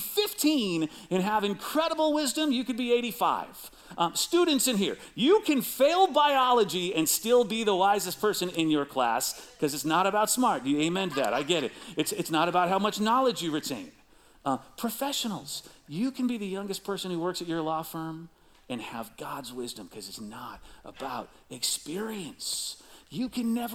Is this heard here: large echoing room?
yes